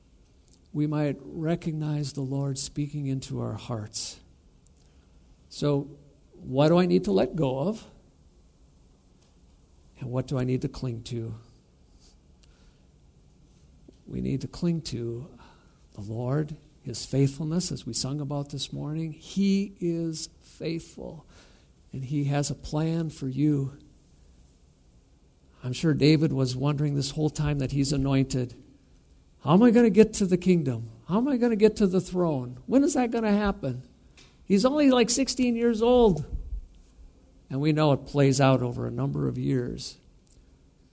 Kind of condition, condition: setting, large echoing room